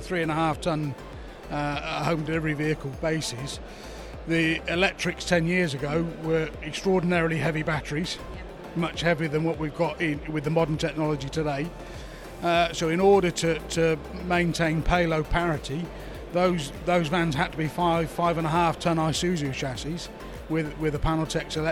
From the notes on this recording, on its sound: we're recording from our very own exhibition stand here at the ITT Hub event in Farnborough!